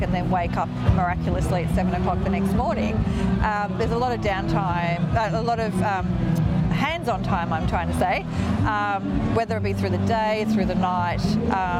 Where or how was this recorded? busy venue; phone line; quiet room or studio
busy venue